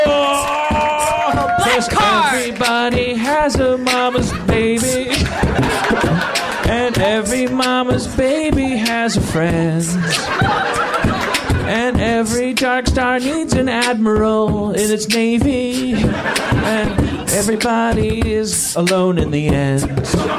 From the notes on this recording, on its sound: the bathroom at Meltdown Comics